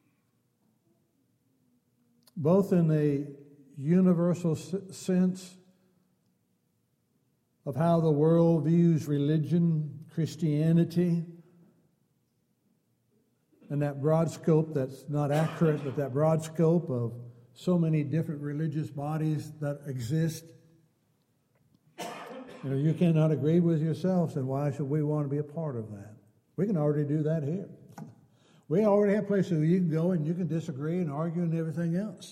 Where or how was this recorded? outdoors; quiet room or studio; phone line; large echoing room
large echoing room